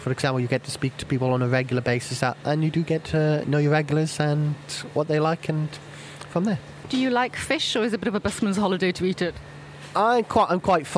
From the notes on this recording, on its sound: I’m in in Cardiff Market for this episode, visiting two of our food tour venues – Ashton’s Fishmongers and Market Deli.